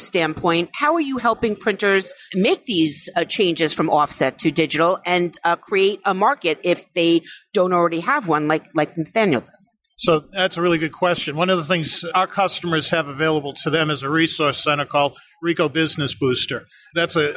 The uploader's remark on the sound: Live from ISA Sign Expo